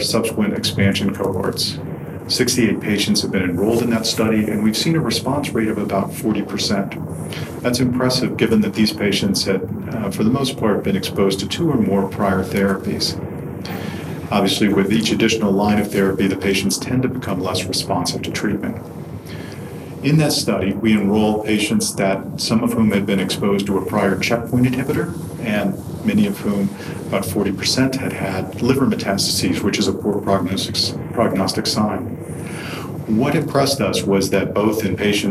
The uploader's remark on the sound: Recorded during the 53rd Annual Meeting of the American Society of Clinical Oncology (ASCO), held June 2 - 6, 2017 in Chicago, Ill